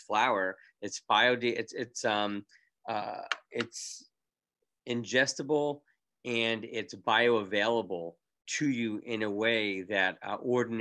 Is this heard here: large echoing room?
no